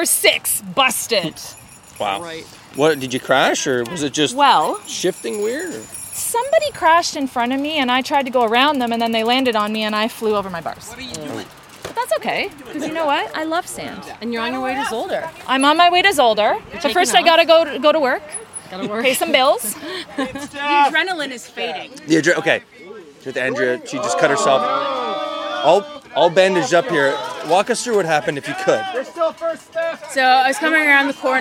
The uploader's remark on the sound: Live from O-Cup #3, Baseball Cross.